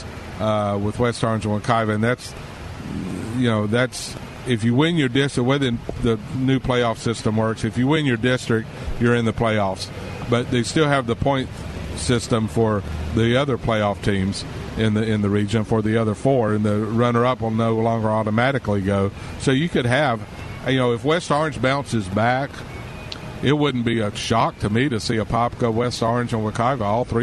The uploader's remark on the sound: Live From Porkies BBQ